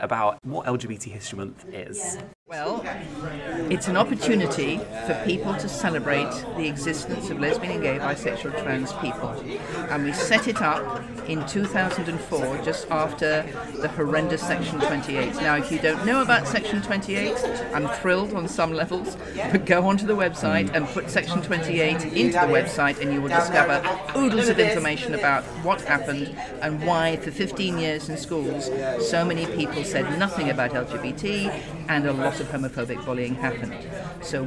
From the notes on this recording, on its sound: NEU LGBT+ Educators' Conference 2024. In this episode we capture the conference by speaking with organisers, guests, and stall holders.